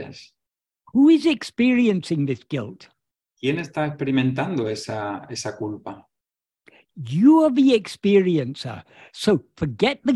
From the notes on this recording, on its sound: In a Zoom meeting. A group of Spanish devotees of Bhagavan Sri Ramana.